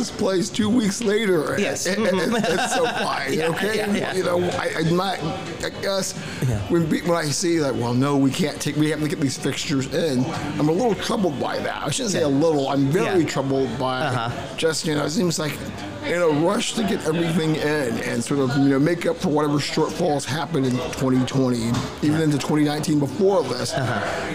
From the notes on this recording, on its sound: recorded at the legendary Max's Tavern